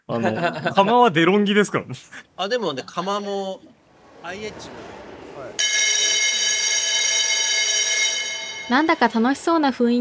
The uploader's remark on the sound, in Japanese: 千葉県市原市のエンジン０１会場で。講演前の控室トークをぜひおたのしみください。